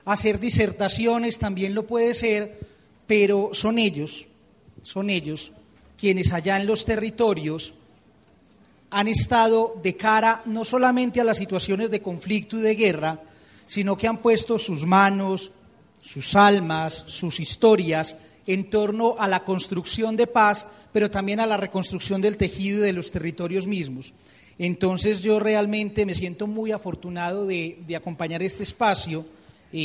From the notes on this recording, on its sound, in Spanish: Panel realizado en el Encuentro de Comunicación para la Paz llevado a cabo en el auditorio Monseñor Flavio Calle Zapata de la Universidad Católica de Oriente. Rionegro - Antioquia - Colombia.